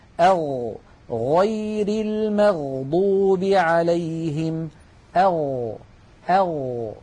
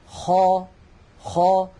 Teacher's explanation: ومن أدنى الحلق، يعني من أقرب منطقة من الحلق إلى الشفتين، حرفان هما الغين والخاء.